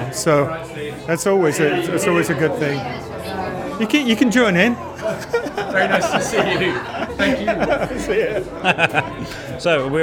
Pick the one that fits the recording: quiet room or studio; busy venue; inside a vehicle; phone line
busy venue